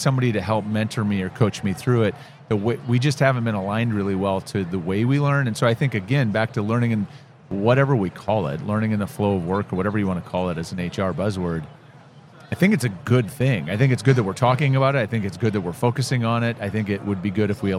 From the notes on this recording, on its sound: Live at the HR tech 2022 conference